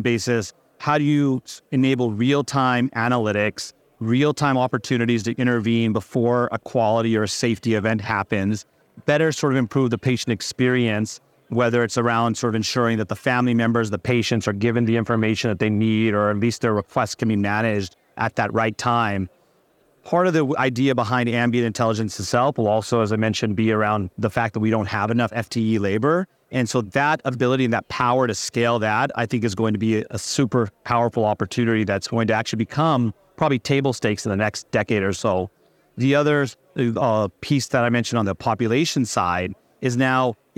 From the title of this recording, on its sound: Special Episode LIVE from the floor of Becker's